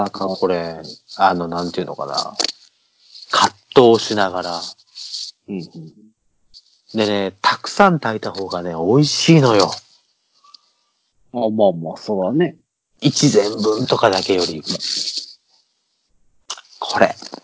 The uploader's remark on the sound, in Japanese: 久しぶりにSkype収録となっております。音質申し訳ない。